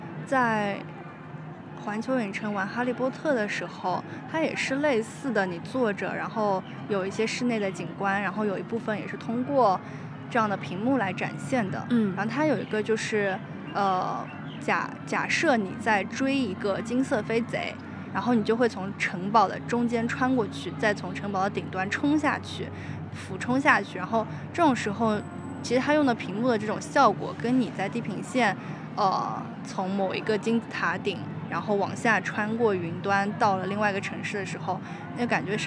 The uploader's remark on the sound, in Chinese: 迪士尼现场。就是在迪士尼本尼园区内。